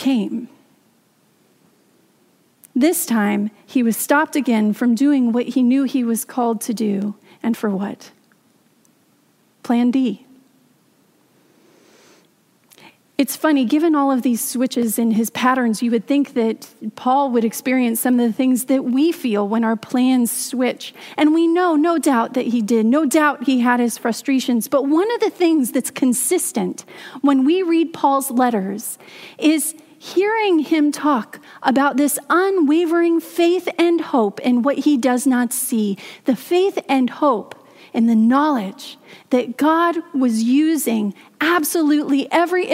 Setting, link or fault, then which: setting, large echoing room